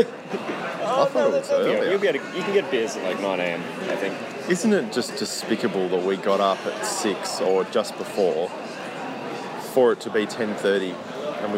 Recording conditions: phone or laptop microphone